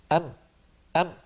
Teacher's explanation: هذا الصوت الأنفي الذي كانت العرب تستعمله مع حرفين لا ثالث لهما، هما الميم والنون، فيقولون أم، فلو سددنا الأنف وقلنا أم نجد بأن الصوت قد اختل، أم أم، لأن الغنة جزء الميم.